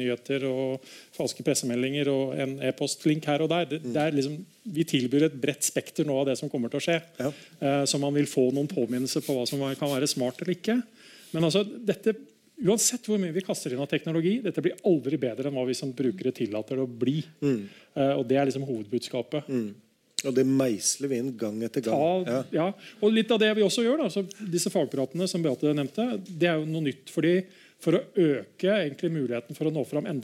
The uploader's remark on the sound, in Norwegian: Live fra regjeringskvartalet. Live fagprat fra lyttelunsj i regjeringskvartalet.